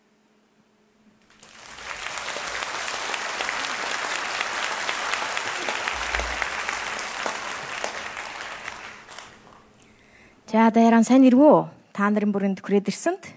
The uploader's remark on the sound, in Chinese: 一席现场